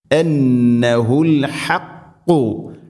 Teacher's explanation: ഹ തൊണ്ടയുടെ മധ്യഭാഗമാണ് മഖ്റജ്. ഹ ചെറുനാക്കിൻ്റെ ആ ഭാഗം, തൊണ്ടയുടെ മുഗൾ ഭാഗവും കഴിഞ്ഞ് ചെറുനാക്ക്.